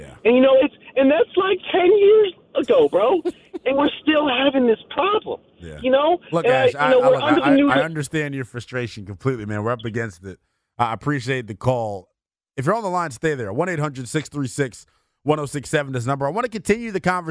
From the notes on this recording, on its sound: the phones lite up to talk about this issue